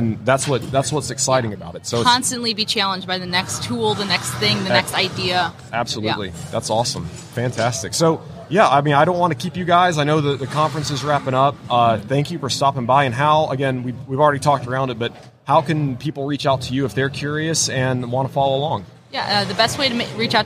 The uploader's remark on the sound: LIVE from WORKBENCHcon 2022